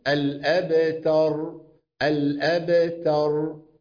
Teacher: الأبتر، تاء مفتوحة وبعدها راء موقوف عليها